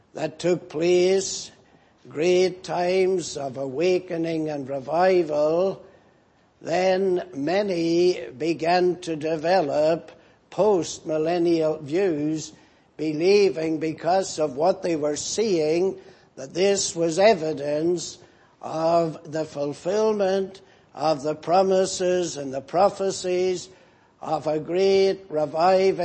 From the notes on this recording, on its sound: Preached in Grafton. At the Lord's Day Morning service on 28th July, 2019.